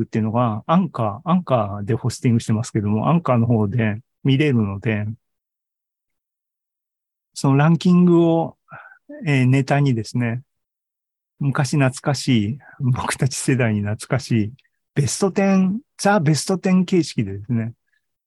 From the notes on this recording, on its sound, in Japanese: ２０２３年１月２５日に開催した ZOOMライブの模様です。